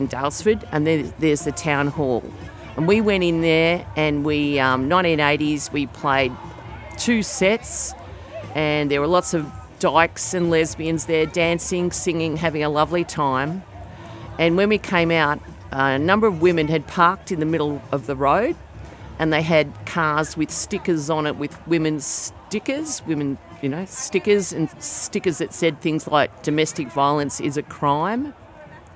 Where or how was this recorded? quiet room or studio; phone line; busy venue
busy venue